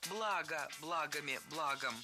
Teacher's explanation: Ударение в слове «благо» всегда падает на первый слог. Оно неподвижное.